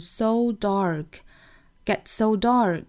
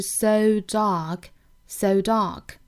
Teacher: 我们要注意美音呢没有双元音的滑动 · Shown in: first take